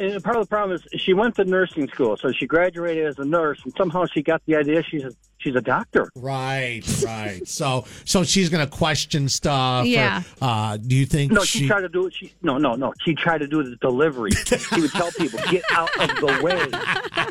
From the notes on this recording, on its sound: on the phone